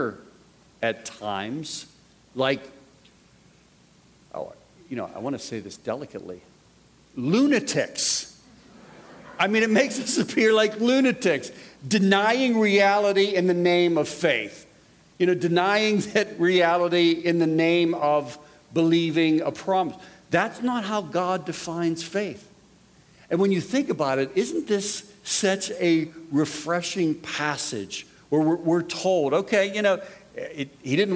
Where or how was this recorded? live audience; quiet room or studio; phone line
live audience